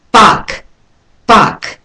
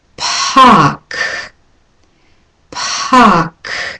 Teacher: Now I'm holding the k at the end on longer and putting more air in so you get a sense of it. · Shown in: second take